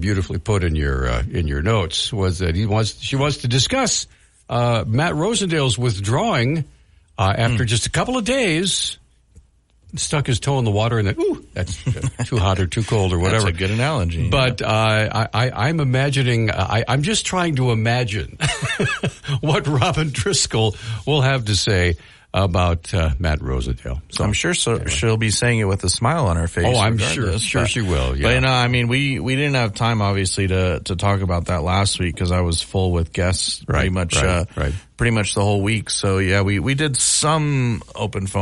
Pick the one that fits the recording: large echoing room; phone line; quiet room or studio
phone line